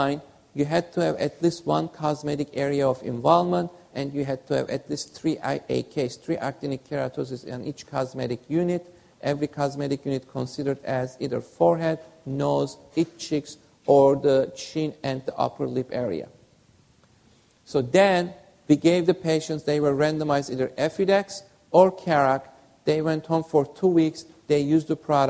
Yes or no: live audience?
yes